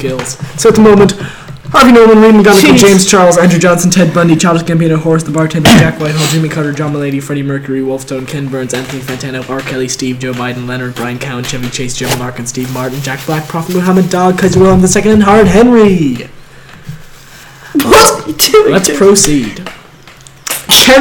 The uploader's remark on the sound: Just enjoy the blown out audio.